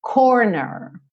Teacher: especialmente se você tiver um inglês mais americano, é enrolar os R's sempre